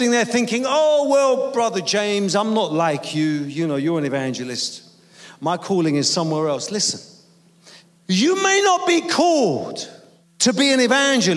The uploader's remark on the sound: Preaching at a Church in Thailand.